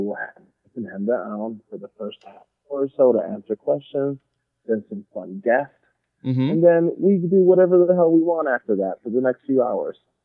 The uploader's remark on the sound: call-in episode!